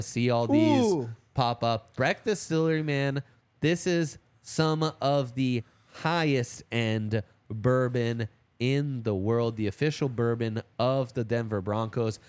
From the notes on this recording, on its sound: coming to you LIVE from the DNVR Bar